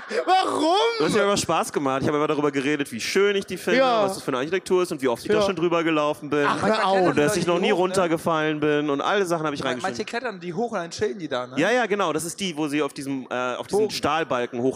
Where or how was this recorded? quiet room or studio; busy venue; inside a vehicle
busy venue